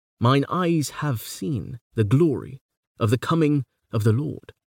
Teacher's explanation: Might Howe have meant to record a visionary moment, to exclaim in her eagerness, mine eyes have seen, could give us a more nearly anapestic line, where the stresses are all on the most semantically important syllables